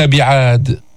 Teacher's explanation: القلقلة الكبرى في الدال الساكنة في كلمة بعاد